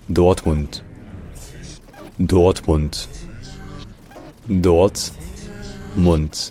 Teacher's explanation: Donc c'est un peu comme si on disait Chelsea en faisant attention à ce que le CH soit dit bien CH et non pas CH, Chelsea. Sauf qu'il y a l'accent tonique sur la première syllabe